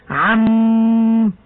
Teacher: الوقف عليها بالسكون مع الغنة